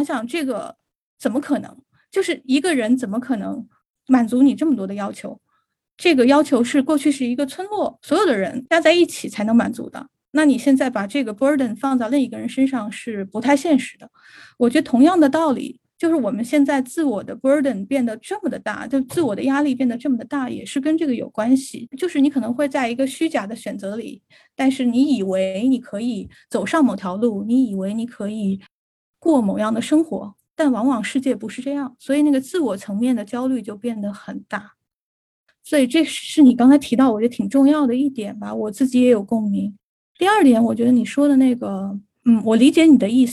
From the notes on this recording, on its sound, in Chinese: 这是我们第一次尝试隔空录制，录音效果可能欠佳，请大家包涵。